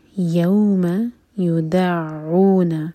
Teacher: عین پر شدہ ہے تو دال کو عین سے جوڑیں گے اور پھر عو پڑھیں گے